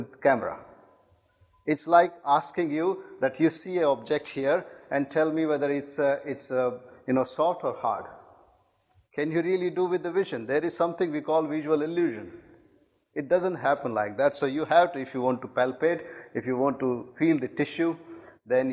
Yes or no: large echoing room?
yes